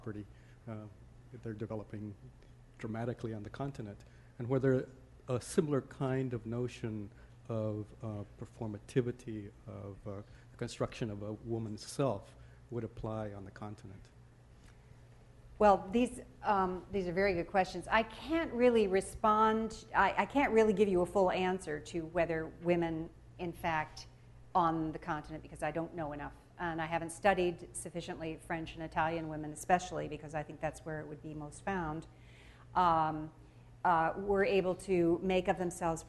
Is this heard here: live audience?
yes